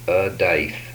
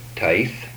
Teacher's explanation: These are voiced and voiceless alveolar stops.